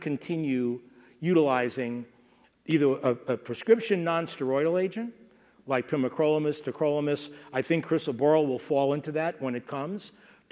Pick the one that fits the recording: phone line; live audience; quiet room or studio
live audience